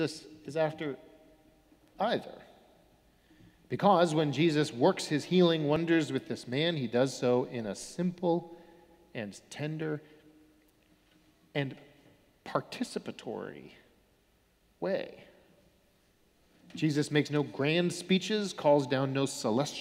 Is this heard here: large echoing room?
yes